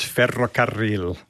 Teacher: There's a tap and then there's a roll.